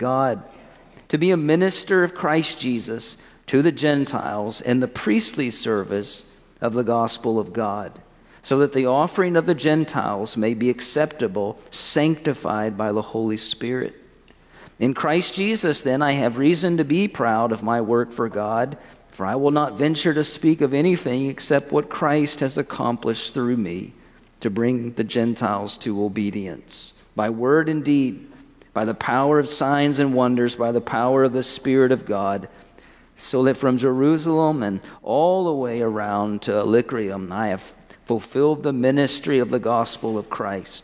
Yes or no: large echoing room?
yes